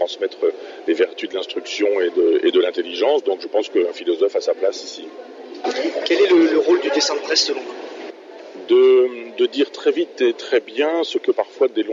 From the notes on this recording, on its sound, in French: emission en direct du Memorial de Caen pour les rencontres du dessin de presse